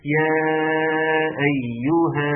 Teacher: عند الوقوف نقف على ألف مادية تمد مقدار حركتين ونقول يا أيها، وقفت وقفت بالمد.